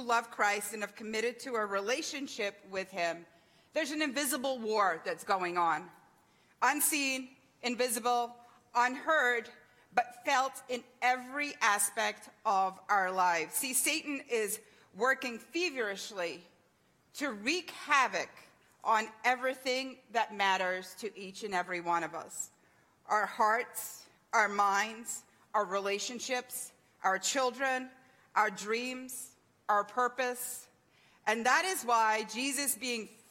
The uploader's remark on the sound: THANKS FOR JOINING US THIS SUNDAY MORNING LIVE FROM GENESIS CHURCH, MEDFORD, NEW YORK.